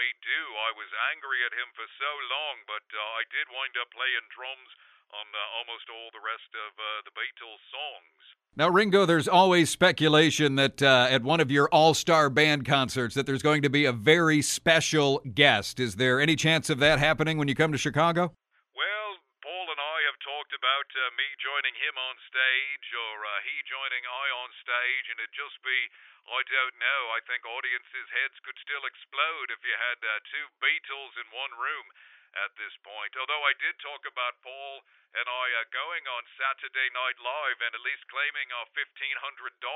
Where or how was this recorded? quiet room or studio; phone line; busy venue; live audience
phone line